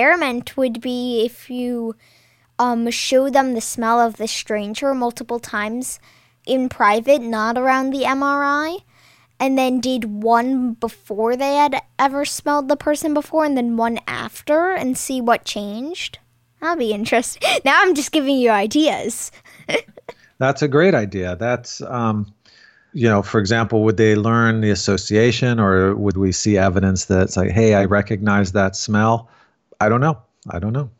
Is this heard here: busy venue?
no